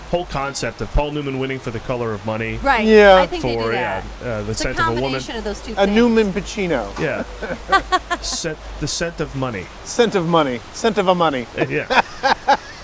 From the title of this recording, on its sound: LIVE FROM THE OSCARS RED CARPET